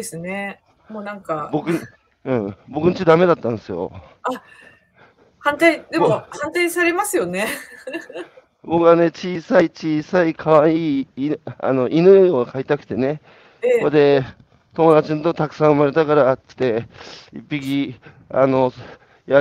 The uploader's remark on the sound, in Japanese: 歩きながら1時間、対談する。